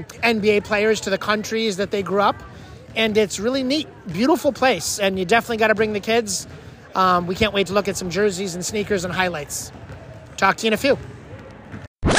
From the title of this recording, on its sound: Live from: The Court of Dreams